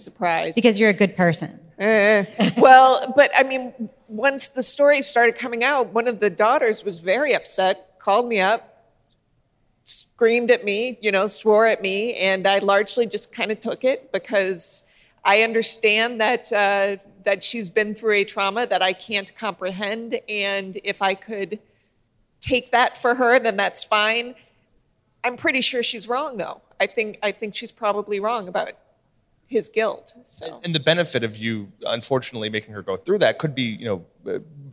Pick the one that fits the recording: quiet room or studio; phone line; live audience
live audience